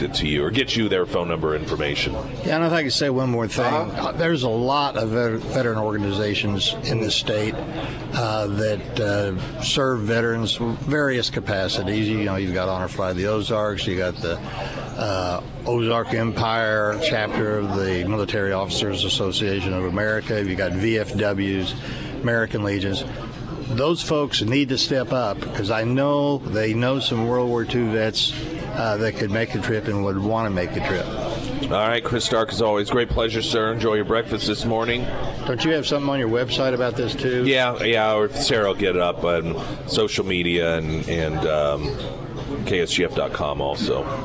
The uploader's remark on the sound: Is live at Scramblers Diner for the Friday Road Show & Heroes Breakfast.